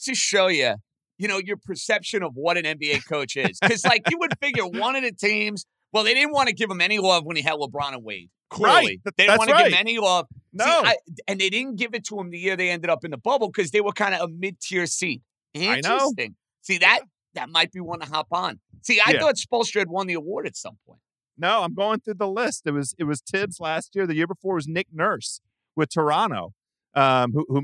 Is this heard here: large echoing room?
no